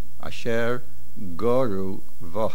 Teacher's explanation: The main accent in the word Goru is on the Gimel.